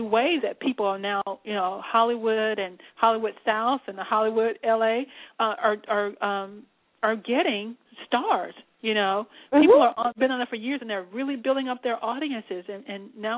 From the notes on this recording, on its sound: LML uses a progressive live call in format to engage our listening audience.